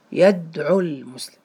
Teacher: أنا لفظت عينا مضمومة مع اللام، يدعو المسلم، ما لفظنا واو لكنها تكتب · Term: سقطت لفظا